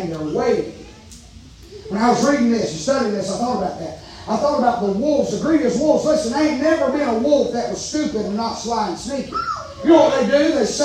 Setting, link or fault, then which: setting, large echoing room